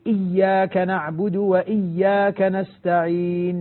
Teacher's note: الهمزات تحقق بشكل جيد حتى تخرج من أقصى الحلق